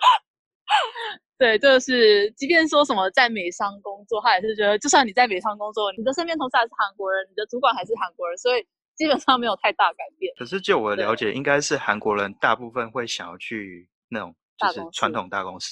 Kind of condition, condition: link, video call